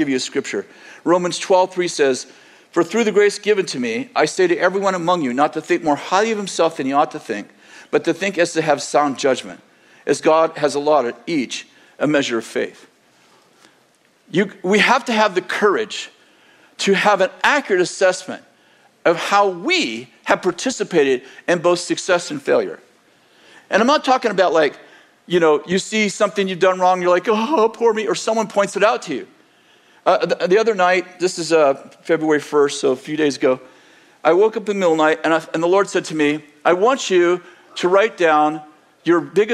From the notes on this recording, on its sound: In this sermon delivered on February 11th, 2024, at Bethel Church in Redding, CA